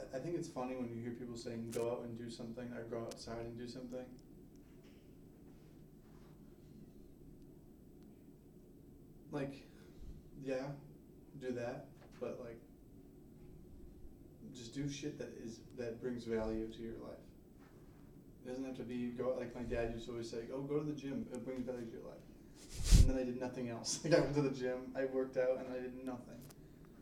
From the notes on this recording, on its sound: there was a mic malfunction in the recording